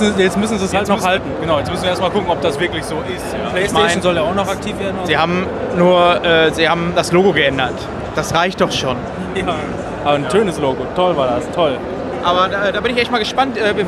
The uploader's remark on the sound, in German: Wir waren auch vor Ort und berichten euch in dieser Episode live, über unsere Eindrücke der Gamescom 2018